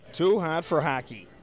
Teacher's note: The vowel is articulated in a way such that the tongue is pushed a bit farther forward in the mouth than it is for a lot of other speakers. · Term: fronted